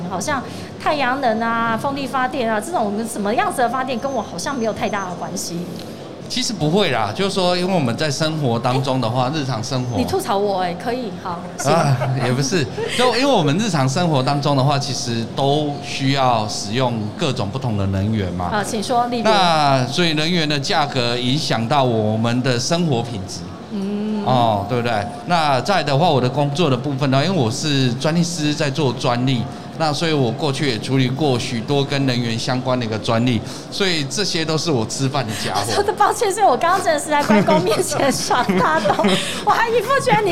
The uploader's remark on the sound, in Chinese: 2021 Energy Taiwan智慧能源週-Live Podcast